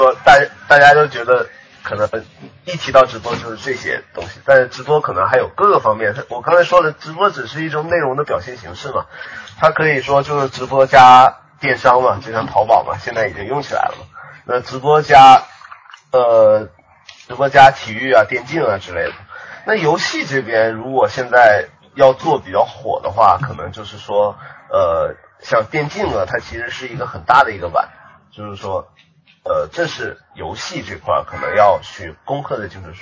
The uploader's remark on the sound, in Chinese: 这期音质很差，请注意了。